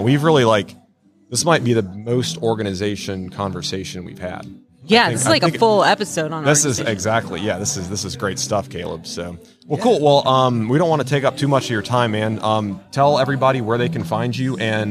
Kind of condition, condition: setting, busy venue